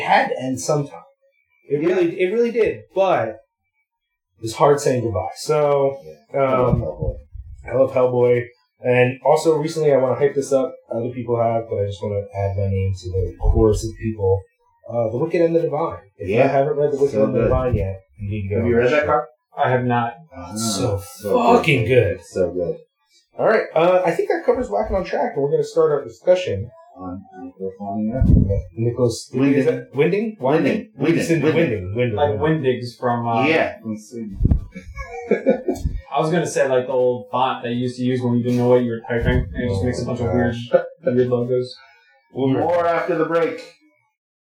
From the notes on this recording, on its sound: WE ACKNOWLEDGE THAT THE SOUND ON THIS EPISODE IS SUB-PAR AND WE APOLOGIZE FOR THAT! SOUND NOTES: The episode is rough. One was that what we were hearing through the headphones was NOT what was being captured by the laptop.